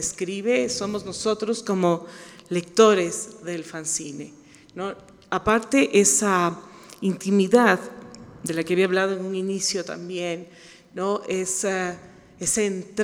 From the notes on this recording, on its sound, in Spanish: Este episodio especial fue grabado en vivo